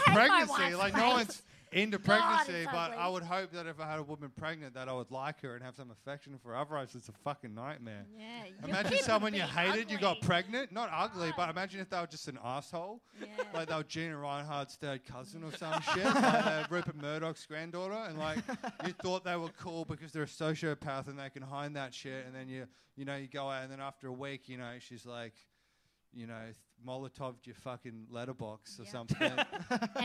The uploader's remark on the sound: Things get very political and dark in front of the enormous audience that were around at SBC in Brisbane at 10:00pm on a Wednesday night.